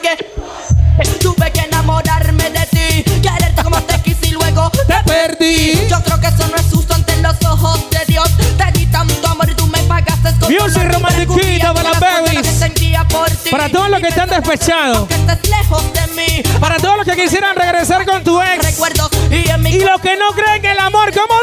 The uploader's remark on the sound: Live Session at 5to5 Hotel Hilton Panamá